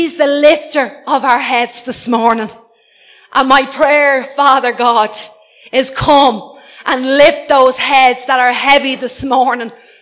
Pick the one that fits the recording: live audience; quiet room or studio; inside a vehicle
live audience